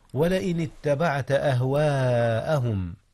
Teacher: مد الألف متصلا حيث وقعت قبل الهمزة في كلمة واحدة. · Term: المد المتصل